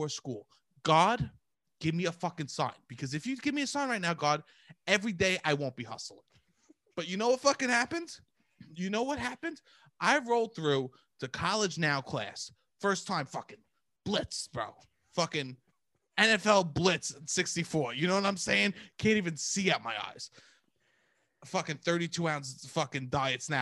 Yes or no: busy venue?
no